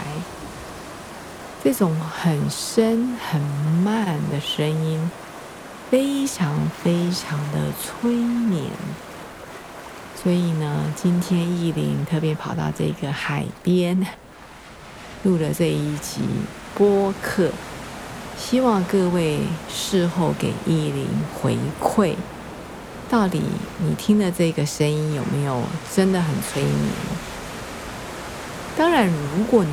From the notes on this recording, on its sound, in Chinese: 在異國海邊 聽浪 看星星。帶著錄音設備，想像帶著您，一起到英吉利海峽邊，聽濤、聽風、看星辰。